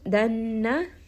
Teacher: noon is going to have a ghunna. So just make sure that you are resting on this for a little bit and bringing this up into the nose.